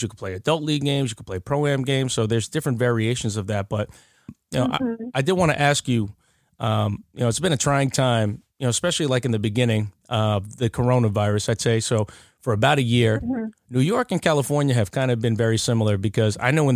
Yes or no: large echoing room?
no